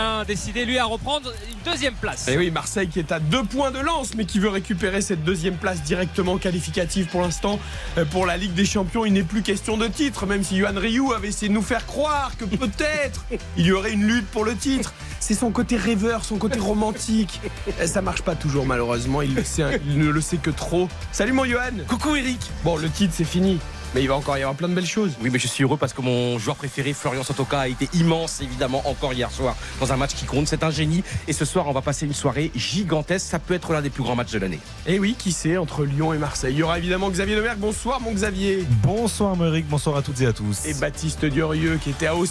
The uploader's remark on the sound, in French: en direct du Groupama Stadium